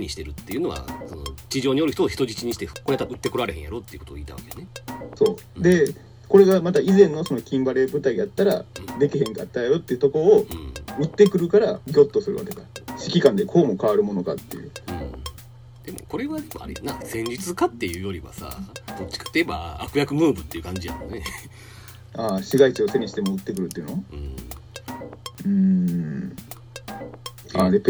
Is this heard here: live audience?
no